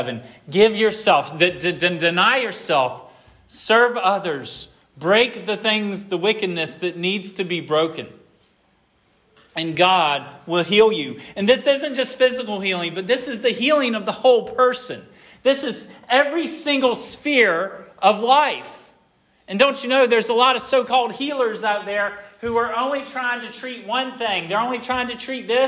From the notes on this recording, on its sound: This sermon was preached at Hope Fellowship